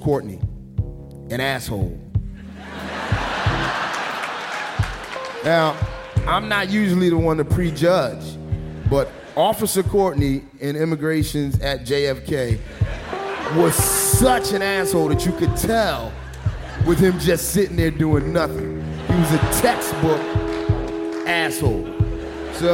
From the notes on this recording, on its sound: at the Brooklyn Academy of Music for Snap Judgment LIVE